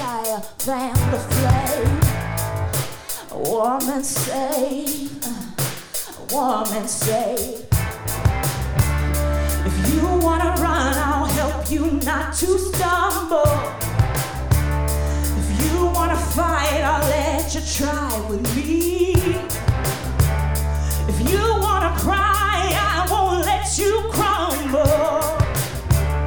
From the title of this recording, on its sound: Live In Concert: Newport Folk 2016